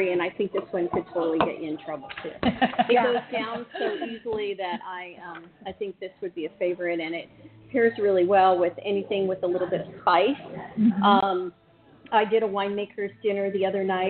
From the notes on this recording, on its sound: Broadcasting live from the Warr-King Tasting room in Woodinville!